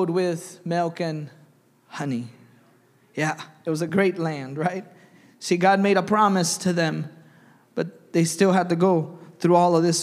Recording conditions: large echoing room